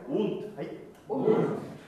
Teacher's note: このうの音をできる限りおに近いぐらい丸くうっと発音してあげてください